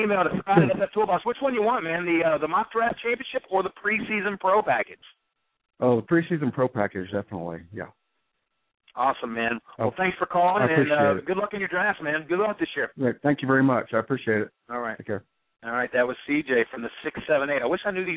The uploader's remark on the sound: Special CALL-IN show. Tonight we're inviting listeners to call up the show.